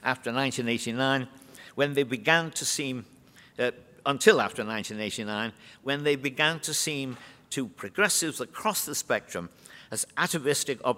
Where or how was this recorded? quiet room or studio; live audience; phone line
live audience